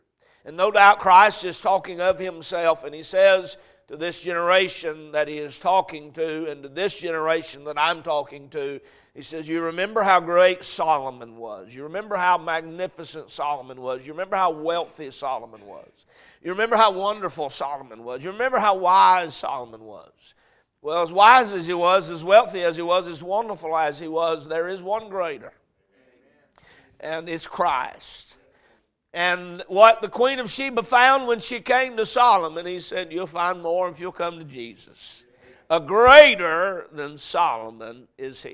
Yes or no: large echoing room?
yes